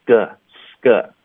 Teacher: 首先科的音我们会浊化成歌